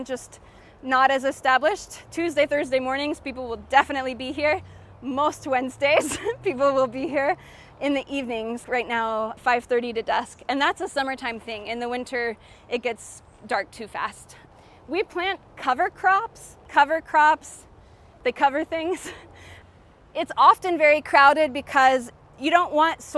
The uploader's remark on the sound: the second half of her guided tour at Festival Beach Food Forest